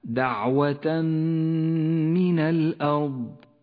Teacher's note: الإدغام بغنة في قوله تعالى دعوة من الأرض، التنوين وبعده حرف الميم، إدغام بغنة. أما التنوين فإنه لا يلفظ ولذلك لون بالرمادي، وأما الميم فتشدد ولونت بالأخضر لأنها تغن بمقدار حركتين.